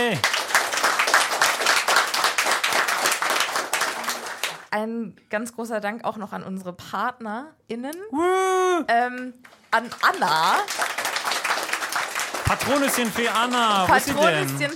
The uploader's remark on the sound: LIVE IN MÜNSTER. Das Happy Potter Live Publikum hat abgestimmt.